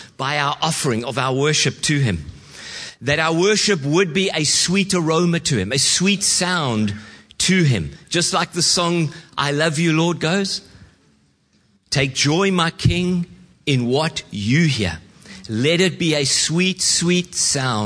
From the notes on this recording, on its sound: Preached at Horsham Downs on 11/06/2023